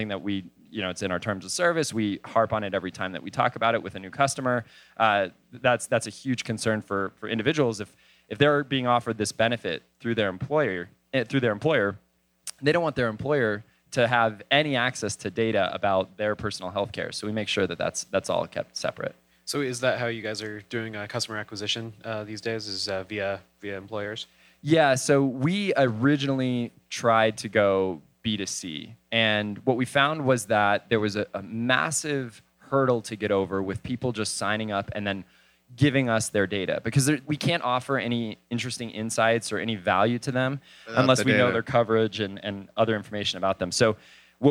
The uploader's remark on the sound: Live from Denver Startup Week